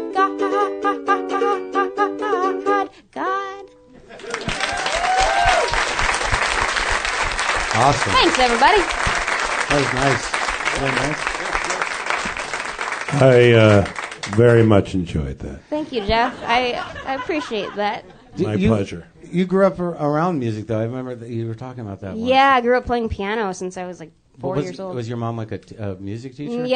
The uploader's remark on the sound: Another month, another live show from the UCB Theatre in Los Angeles.